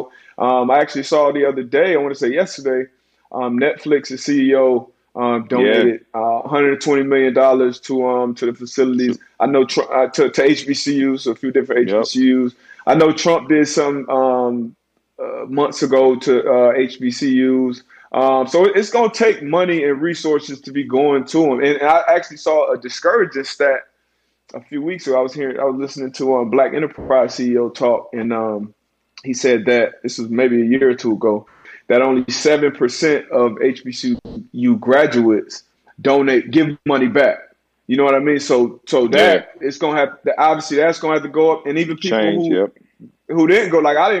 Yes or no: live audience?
no